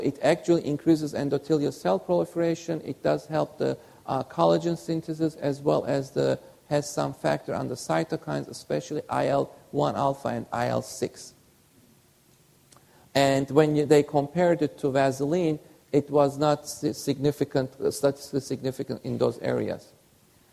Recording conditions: live audience